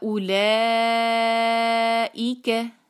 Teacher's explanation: लाम पे, यहाँ पे होगी मदे मदे मुतसिल, और फिर आगे ई बारीक छोटा, क बिल्कुल सॉफ्ट, कोई उस पर जोर नहीं आपने लगाना